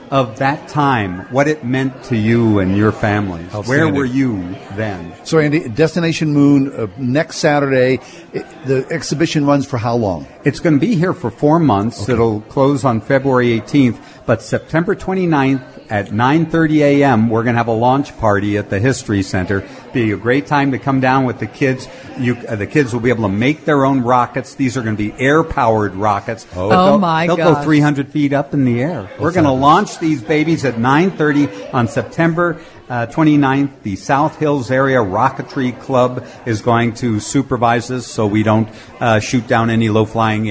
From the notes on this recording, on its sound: Broadcast Live At The Grand Re-Opening of The Clifford E. Barbour Library at Pittsburgh Theological Seminary.